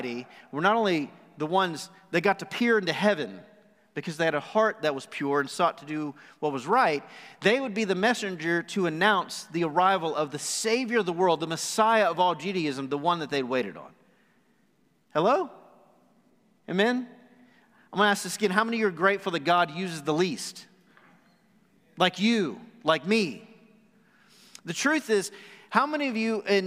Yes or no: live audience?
yes